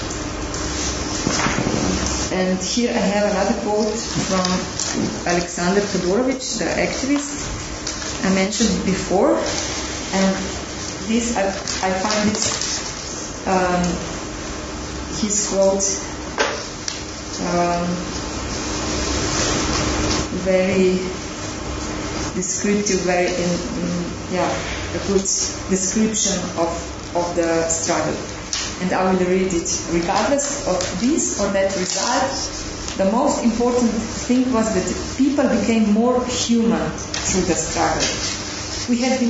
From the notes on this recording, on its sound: This podcast was recorded at the Refugee Studies Centre's last Wednesday Public Seminar of Michaelmas Term 2011.